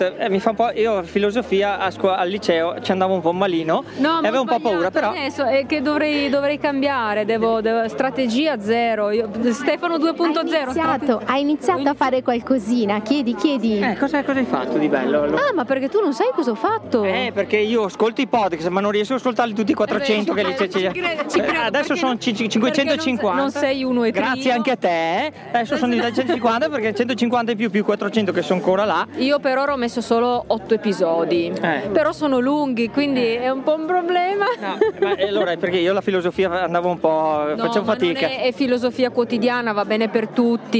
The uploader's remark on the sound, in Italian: Festival del podcasting a Milano. Incontrare dal vivo al Festival del Podcasting 2019 che si è tenuto al Talent Garden Calabiana di Milano.